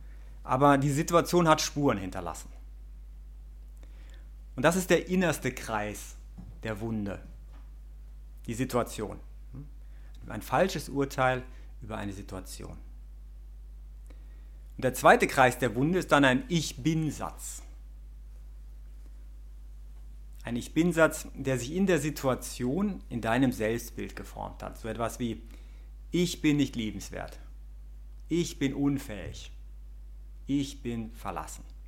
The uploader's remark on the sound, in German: Diese Predigt wurde bei der BeFree Messe am 25. Im Zentrum Johannes Paul II.